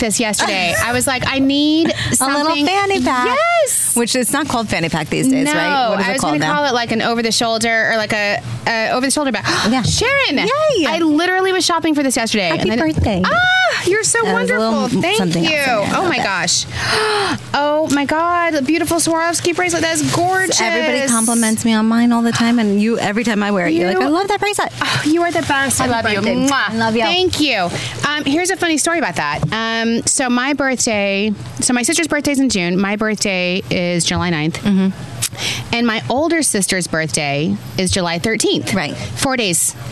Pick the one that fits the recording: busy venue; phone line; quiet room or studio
busy venue